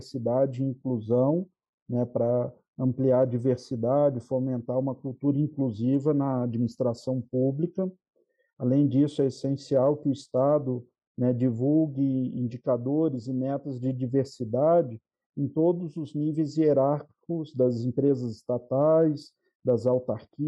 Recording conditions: video call